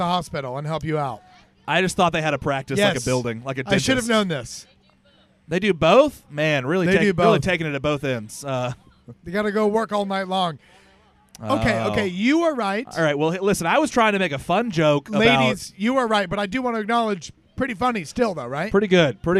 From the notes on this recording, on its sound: We are live, for the first time ever, from The Raleigh Night Market. Live in the middle of a holiday market in a park in Downtown Raleigh, NC.